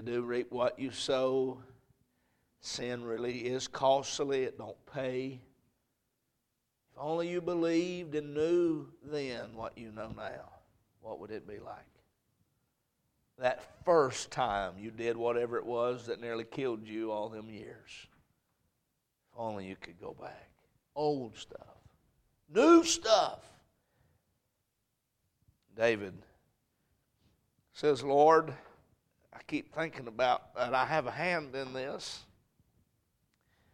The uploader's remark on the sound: A message preached at Crossroads Baptist Church on Sunday morning